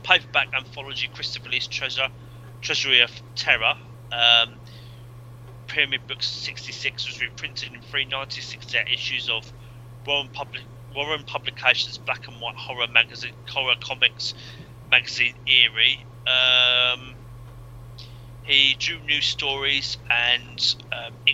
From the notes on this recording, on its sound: Please note that the episode unfortunately suffers from minor technical difficulties throughout.